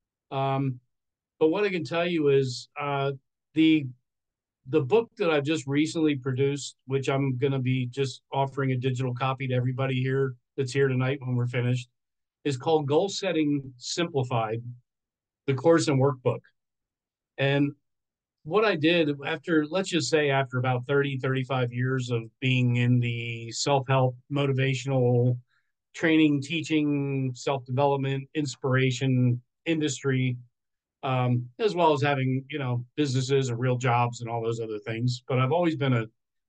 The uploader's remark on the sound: This is a recording from our 5amMesterScrum meetup event. The event was a zoom call in with social media live.